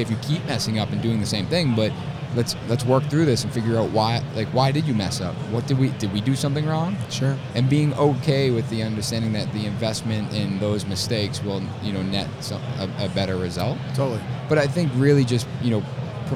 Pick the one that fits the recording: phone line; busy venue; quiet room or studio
busy venue